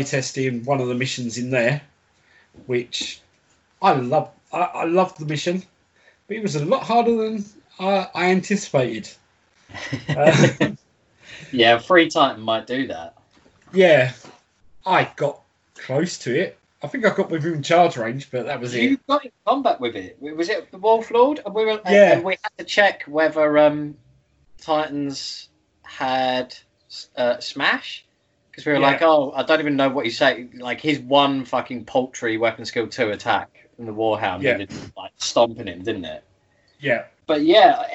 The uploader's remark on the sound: Welcome to the first Skype Episode